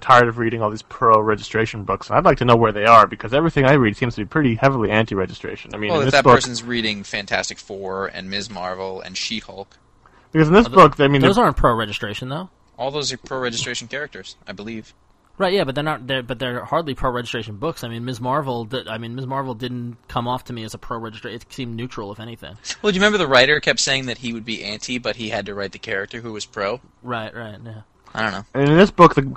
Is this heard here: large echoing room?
no